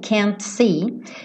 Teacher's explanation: esse T do can't muitas vezes não é pronunciado. Então ele poderia tranquilamente ligar can't see, ligar o T no S, can't see, e aí você não ouviria.